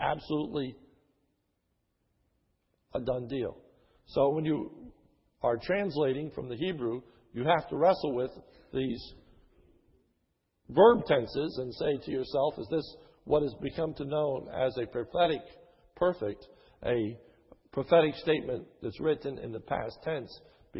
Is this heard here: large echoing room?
yes